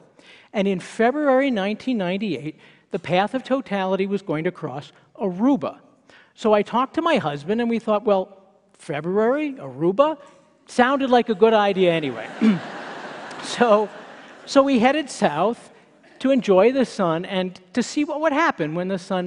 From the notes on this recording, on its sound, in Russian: Это выступление записано на мероприятии TEDx, независимо организованном местным сообществом с использованием формата конференций TED. TedxMileHigh.